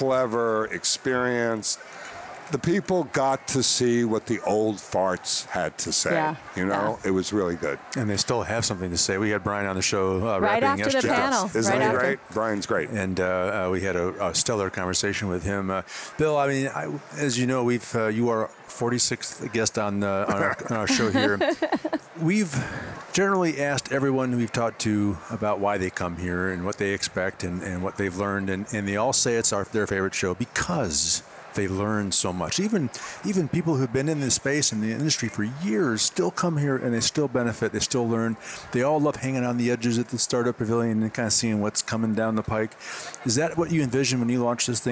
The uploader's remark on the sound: stopped by intrepidHR at the HR Tech conference in Chicago